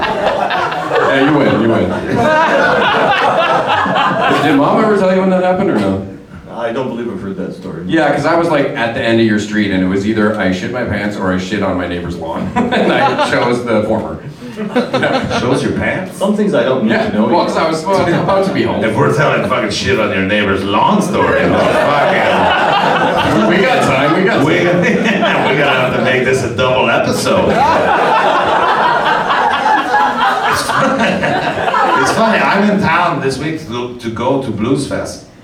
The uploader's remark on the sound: LIVE at Yuk Yuk’s! Recorded at Yuk Yuk's Ottawa in front of live audience. Our soundboard audio ended up being unusable due to us having no experience recording off a live venue soundboard... Thankfully we had an extra camera running in the crowd and the sound from that ended up being pretty decent!